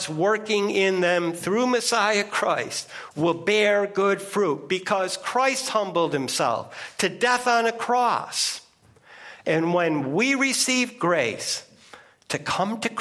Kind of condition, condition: setting, large echoing room